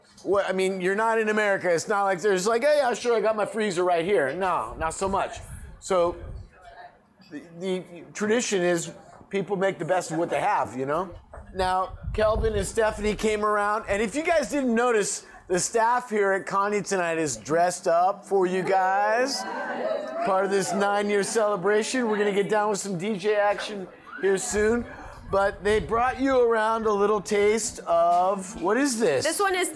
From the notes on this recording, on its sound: Caña Rum Bar is much more than just one of the places that we record our podcasts; it's also Los Angeles' premiere spot to experience some of the most unique rums from around the world. This episode was recorded on the night of Caña's 9th anniversary.